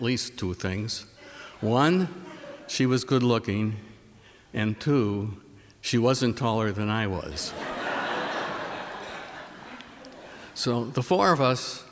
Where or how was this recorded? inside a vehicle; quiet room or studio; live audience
live audience